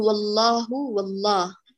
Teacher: واللام في اسمي في اسم الله حيثما أتت من بعد فتحة وضم غلظت. فلا تقولي الله، قولي الله، فخميها غلظيها.